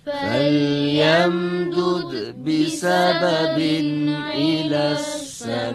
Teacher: کسره همزه رو که در آخر سما هست باید حذف کنیم